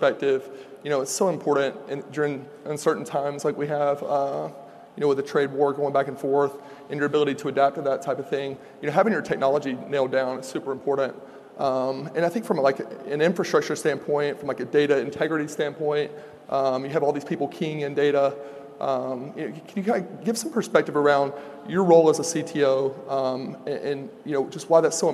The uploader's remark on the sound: At FreightWaves LIVE: Chicago